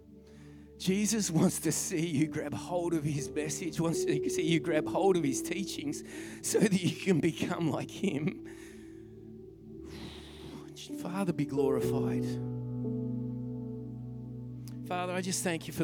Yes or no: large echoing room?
yes